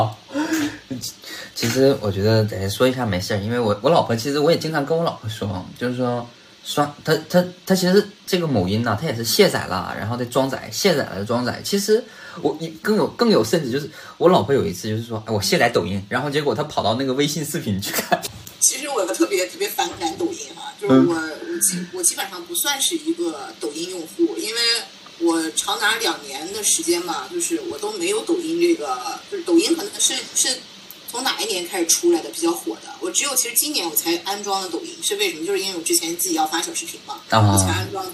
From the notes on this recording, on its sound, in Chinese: 那天我居然没有用腾讯会议去录而是用了手机去录